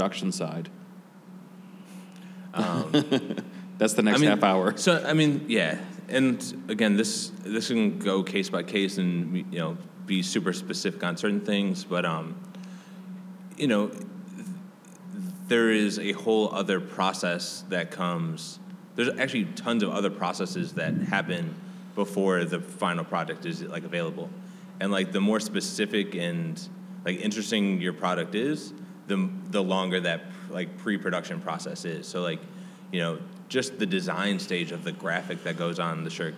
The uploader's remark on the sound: In a live panel recorded during the City of Chicago's Lake FX conference